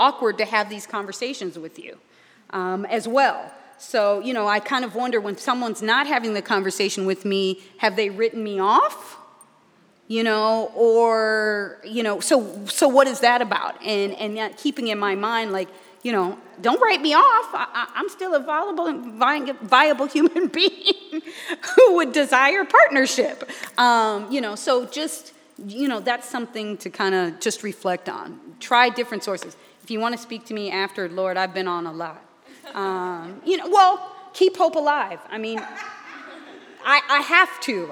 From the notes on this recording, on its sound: Q&A Discussion Circle w/the Imam. Answers questions from the congregation. The congregation also offers their own insights and solutions.